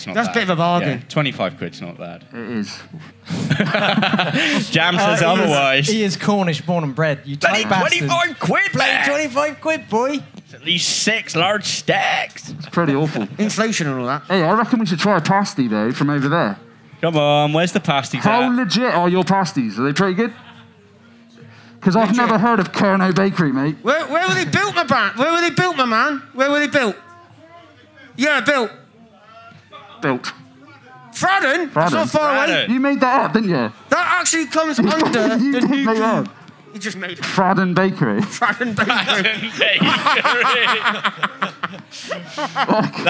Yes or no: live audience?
yes